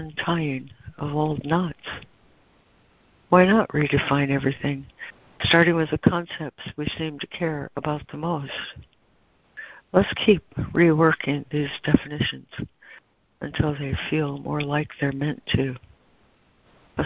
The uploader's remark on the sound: ACIM Daily Conference Call